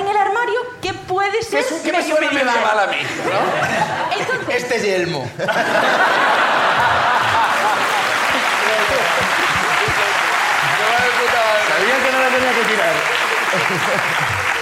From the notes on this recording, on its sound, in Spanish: La Ruina desde A Coruña. El público de A Coruña nos cuentan.